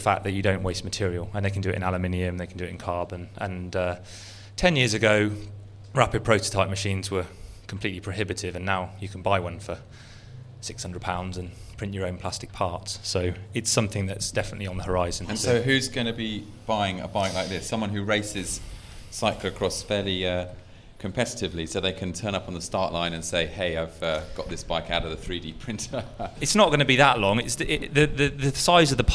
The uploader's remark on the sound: This conversation was recorded live at last month’s Bike V Design night at the Design Museum.